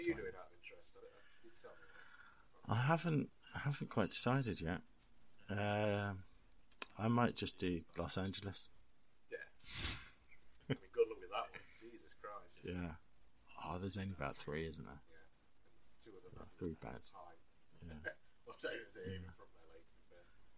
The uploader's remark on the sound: We must also apologise profusely for the audio quality. It seems that the new fandango PC and the mic are not best friends.